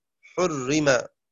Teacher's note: قرأ شعبة بضم الحاء وكسر الراء